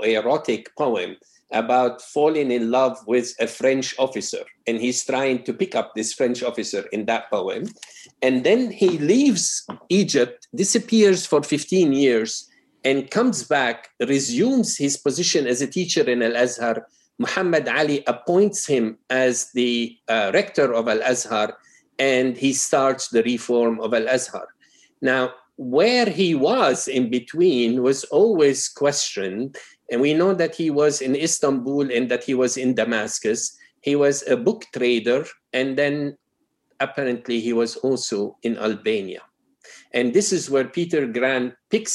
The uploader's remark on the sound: Our long-form interview series, hosted on Zoom. There is a moderated town-hall style Q&A with questions coming from the live virtual audience.